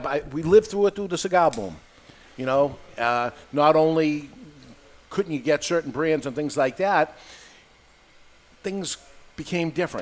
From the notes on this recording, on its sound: Live In Studio. Recorded live in front of a studio audience at Studio 21 Podcast Cafe upstairs at Two Guys Smoke Shop in Salem, NH.